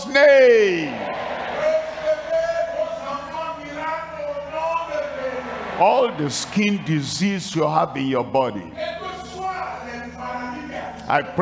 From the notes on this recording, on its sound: live from Lomé, Togo.